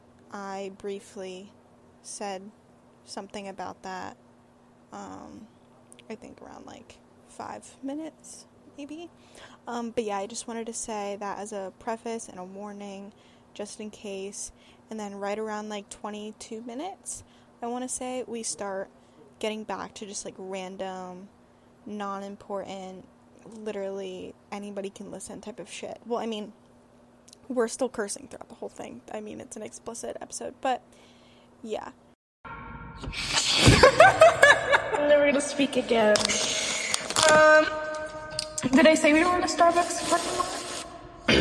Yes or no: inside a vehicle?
yes